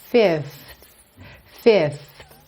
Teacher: Olha só, Fifth, Fifth. O arzinho segue saindo do F pro TH.